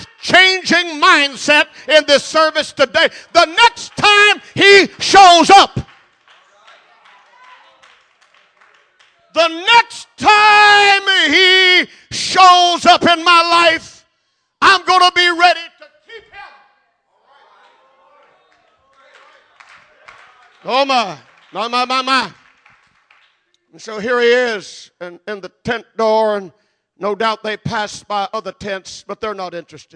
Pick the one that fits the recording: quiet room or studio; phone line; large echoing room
large echoing room